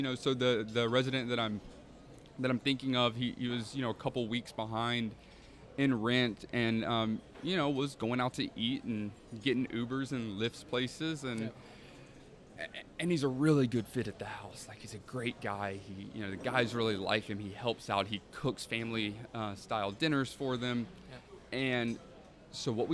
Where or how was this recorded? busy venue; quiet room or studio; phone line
busy venue